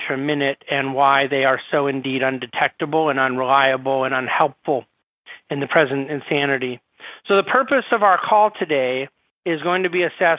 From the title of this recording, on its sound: National Conference Call Replay